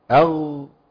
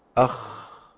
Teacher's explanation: الفرق بين الحرفين دول صفه واحده بس، الغين مجهوره اغ والخاء مهموسه اخ